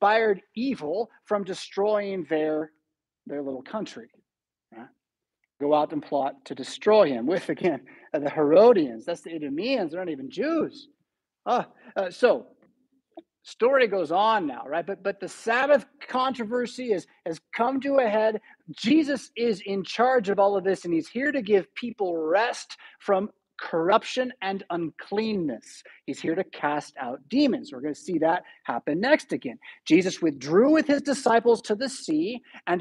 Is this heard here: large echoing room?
yes